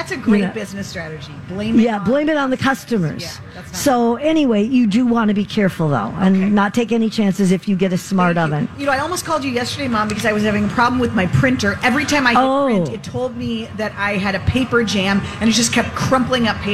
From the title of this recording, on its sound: Live From The Minnesota State Fair